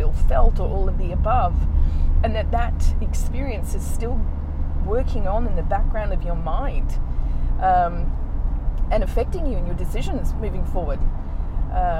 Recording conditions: inside a vehicle